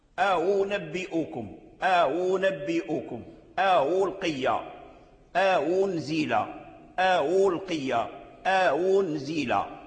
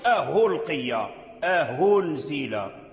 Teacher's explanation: نعم في اللغة يجوز، لكن القراءة لا تجوز. فالتسهيل ليس هو إبدال الهمزة هاء، لا، إنما هو بين الهمزة والياء أو بين الهمزة والواو. · Shown in: first take